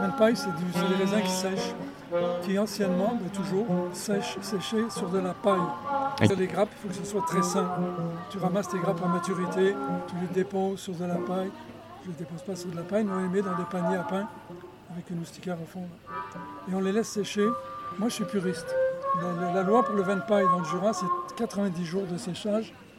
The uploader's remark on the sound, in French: Au Pop Up des Fermes et Restos. Les épisodes ont été enregistrés en direct pour vous faire revivre cette belle journée.